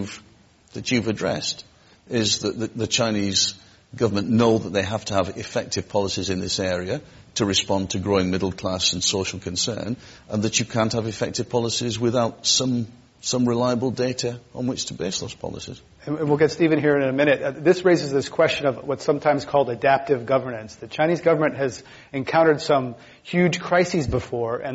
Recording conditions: live audience